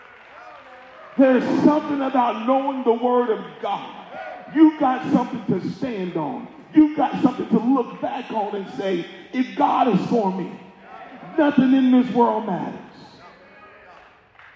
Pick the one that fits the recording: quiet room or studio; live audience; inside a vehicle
live audience